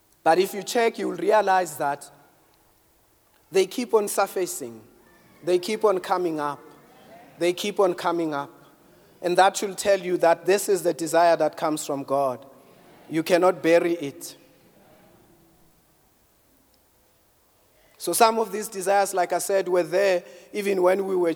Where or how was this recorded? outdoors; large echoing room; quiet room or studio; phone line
large echoing room